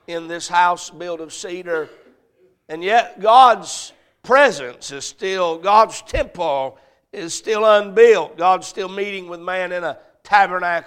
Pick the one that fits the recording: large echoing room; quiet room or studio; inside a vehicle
large echoing room